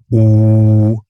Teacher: beim U liegen die ersten beiden Formanten recht nah beieinander, also die ersten beiden Obertöne. Bei mir sind das vermutlich etwa 300 und 800 Hertz, die dann dieses U erzeugen.